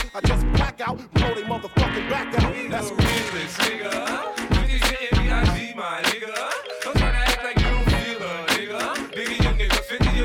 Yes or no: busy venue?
yes